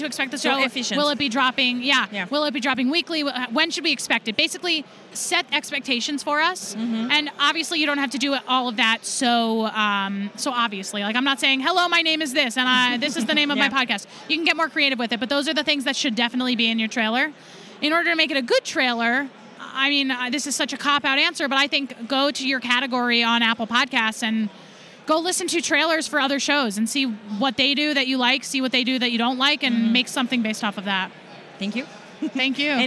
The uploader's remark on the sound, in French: Le Podcast Movement (conférence là où est enregsitrée cette interview).